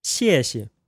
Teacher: XIE with a fourth tone, followed by XIE with a neutral tone